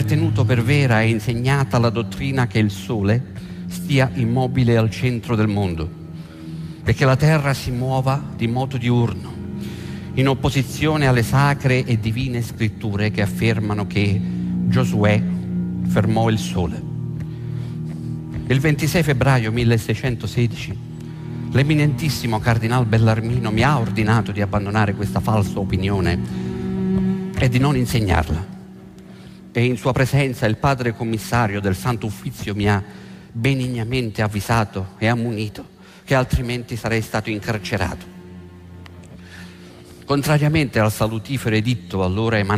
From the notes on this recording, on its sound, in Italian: Registrato presso l'Auditorium di Roma il 15/03/08